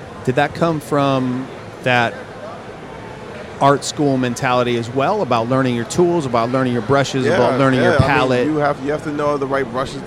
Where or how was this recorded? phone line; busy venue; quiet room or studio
busy venue